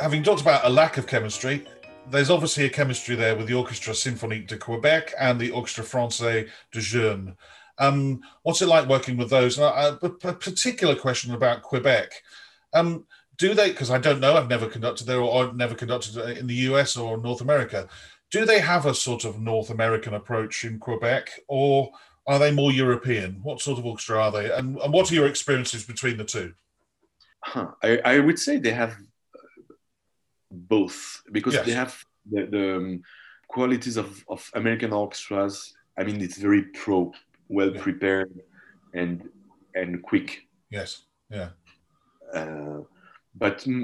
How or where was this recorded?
video call